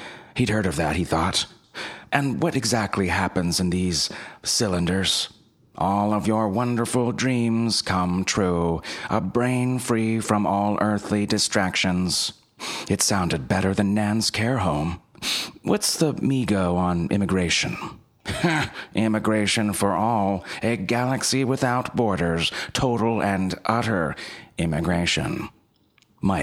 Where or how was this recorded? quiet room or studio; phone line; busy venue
quiet room or studio